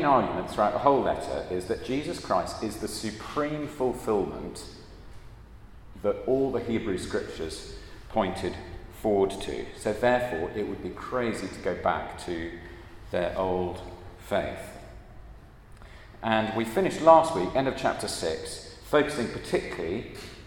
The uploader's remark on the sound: at a Christians in Parliament Chapel Service which was held in the Chapel of St Mary Undercroft on Tuesday 20th June 2023